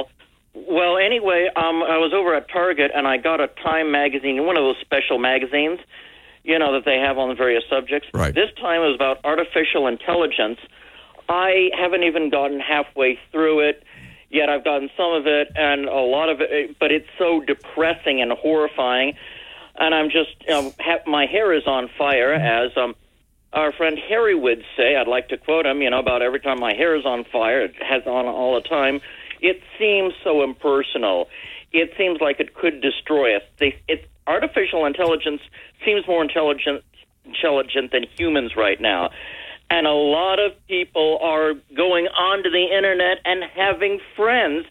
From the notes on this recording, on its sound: We had open phones